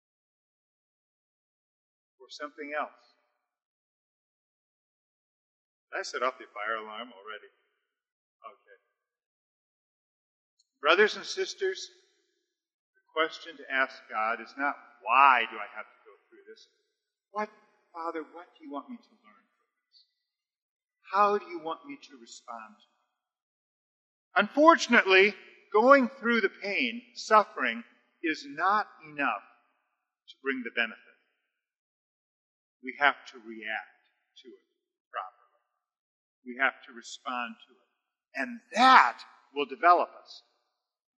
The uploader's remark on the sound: We apologize for the low audio quality. We had some technical difficulties.